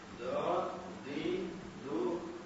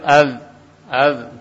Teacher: Dia mempunyai sifat idbak tebal, yakni yang tidak ada pada huruf dal. Nah, kalau dal al, al, kalau dho al, nah, dho, dhi, dhu, al.